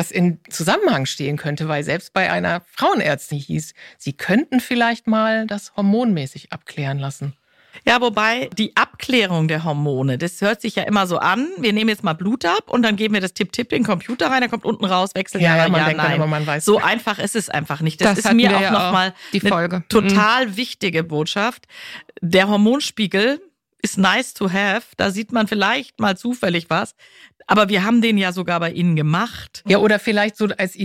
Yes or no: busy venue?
no